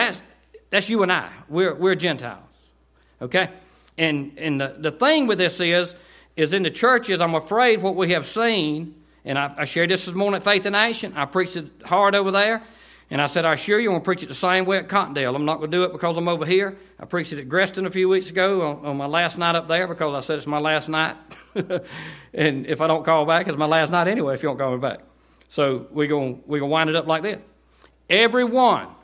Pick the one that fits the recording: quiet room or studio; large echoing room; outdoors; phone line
large echoing room